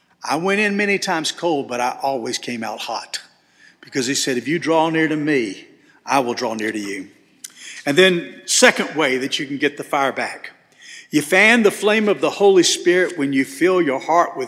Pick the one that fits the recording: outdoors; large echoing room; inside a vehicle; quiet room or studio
large echoing room